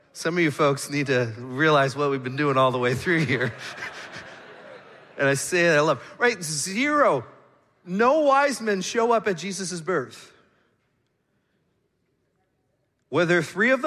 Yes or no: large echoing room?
yes